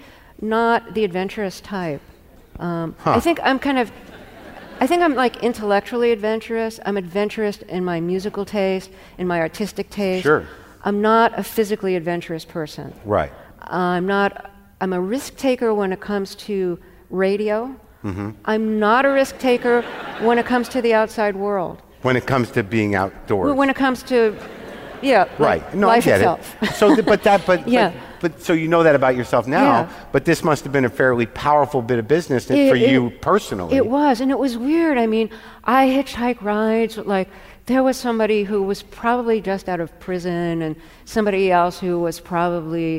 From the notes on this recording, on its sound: In front of a live audience at the BAM Opera House in Brooklyn.